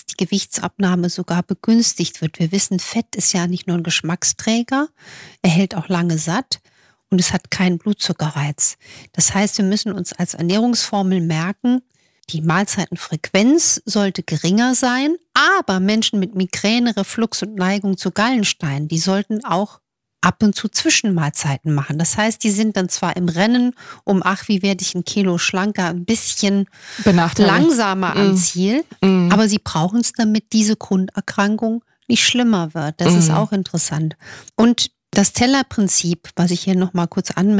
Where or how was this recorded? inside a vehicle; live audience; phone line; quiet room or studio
quiet room or studio